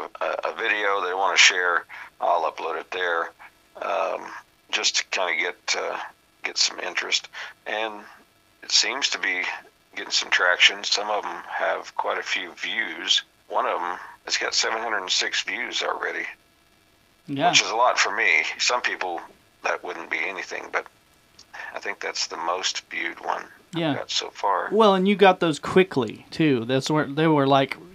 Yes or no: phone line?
yes